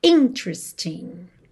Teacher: atenção à sílaba tônica dessa palavra, que é a primeira